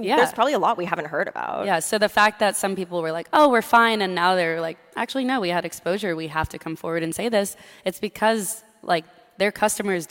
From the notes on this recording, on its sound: Live from TC Crypto. We tore up the script for our Thursday episode this week, which we recorded live on stage at our TechCrunch Crypto conference in Miami.